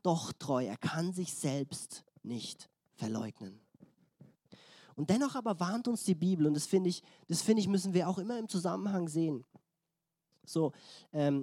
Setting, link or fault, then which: setting, large echoing room